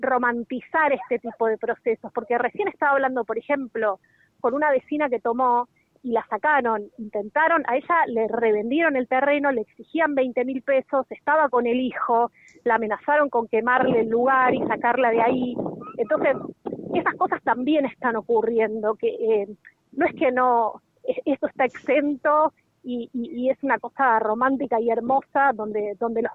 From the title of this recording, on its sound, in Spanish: en vivo desde Guernica